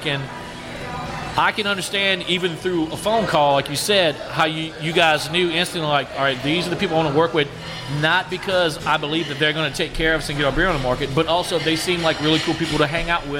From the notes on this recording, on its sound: drops in to Mid City Beer Garden in Baton Rouge to enjoy some tasty beers